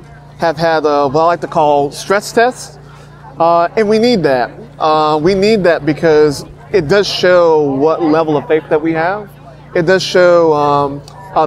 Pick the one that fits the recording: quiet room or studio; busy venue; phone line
busy venue